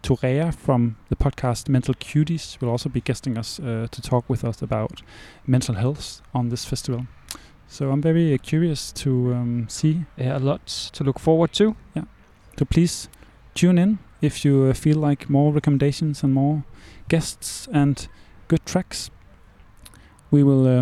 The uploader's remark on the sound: Live from Roskilde Festival. We are more than excited to broadcast our first The Lake Daily program live from the backstage village.